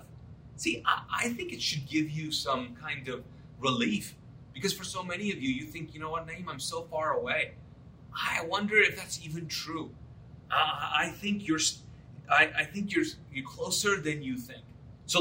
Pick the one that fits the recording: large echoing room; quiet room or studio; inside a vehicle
large echoing room